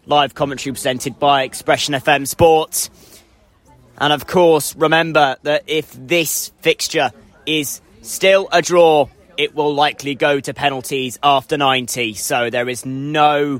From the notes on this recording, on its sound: live coverage from Exwick